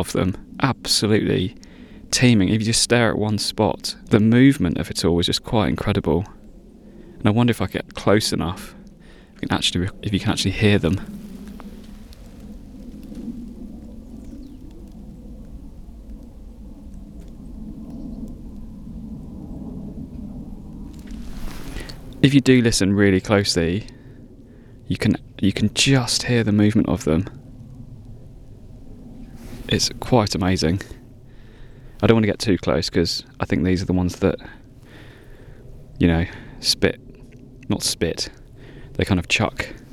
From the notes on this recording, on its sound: In this shorter episode I recorded a circular walk from home, checking up on an old beech tree in an area of woodland known as the Sussex Weald. This is the first outdoor pod for Unlocking Landscapes, with lots of natural soundscapes to enjoy: mud, ice, streams, bog and birdsong. In the West Sussex High Weald.